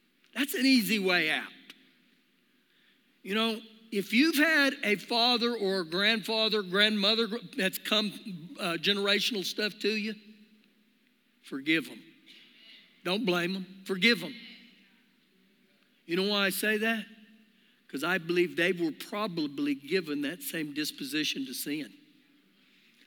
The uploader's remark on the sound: Recorded live during our Sunday morning service